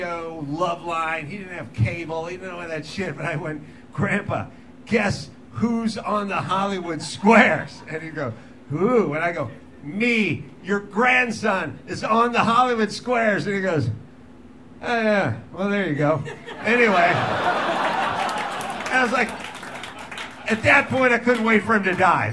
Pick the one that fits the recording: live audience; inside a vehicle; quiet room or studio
live audience